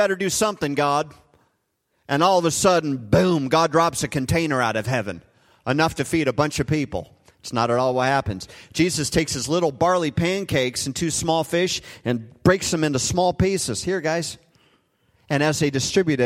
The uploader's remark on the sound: Recorded live at Hope Church in Springfield, Mo.